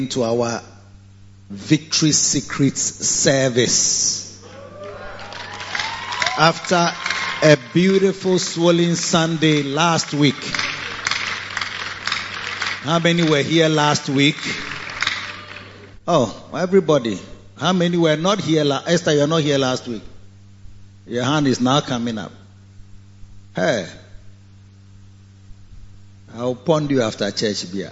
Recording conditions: large echoing room